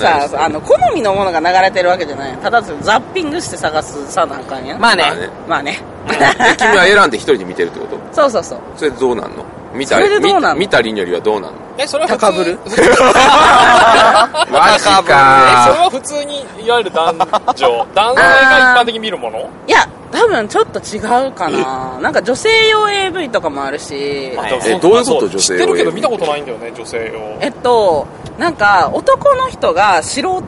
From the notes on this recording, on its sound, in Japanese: 2019年ゲームマーケット春1日目終わりで収録したお台場橋の上回